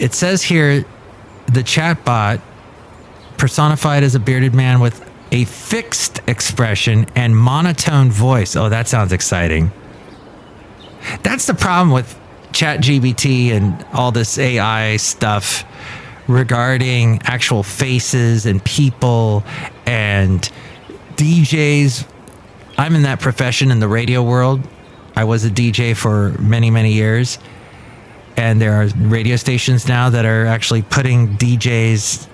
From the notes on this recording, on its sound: podcasts live from Café Anyway